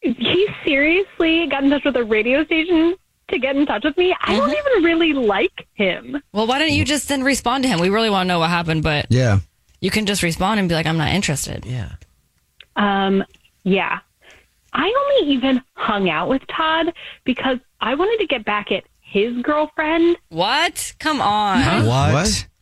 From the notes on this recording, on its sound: We get that other person on the phone